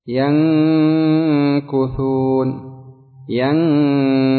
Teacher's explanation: انظر الآن الكاف يقع فيها عند النطق بها في الإخفاء يقع إلصاق آخر اللسان يلتصق بمخرج الكاف والقاف